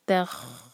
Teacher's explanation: خا کیونکہ heavy letter ہے تو ہم منہ بھر کر خا کو ادا کریں گے، خا کے مخرج کو ٹچ کریں گے.